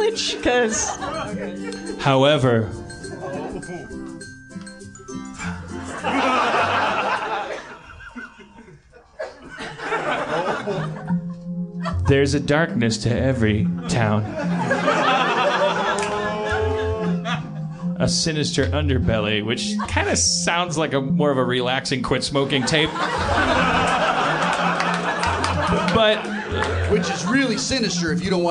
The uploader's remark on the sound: an over zealous fan brings hot sauce to the stage